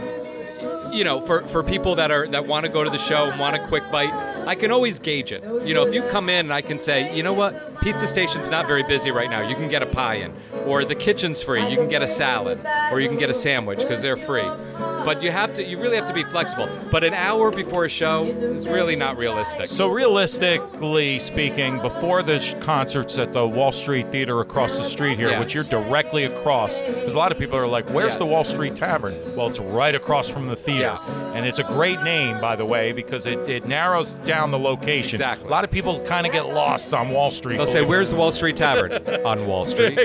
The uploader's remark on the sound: Acoustic ROCK Happy Hour remote at Wall Street Tavern in Norwalk! Tune into this live podcast where we interviewed both owners on Wall Street Tavern's patio!